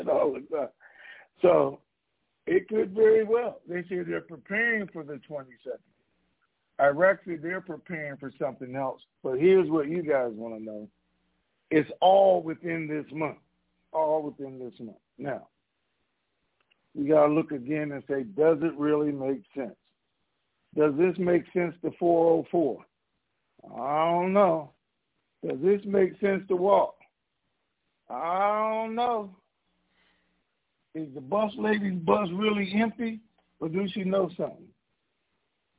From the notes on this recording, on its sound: TNTSuperfantastic Conference Call